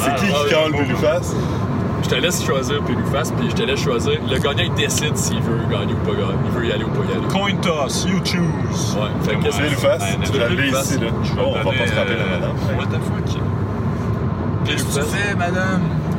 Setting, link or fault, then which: setting, inside a vehicle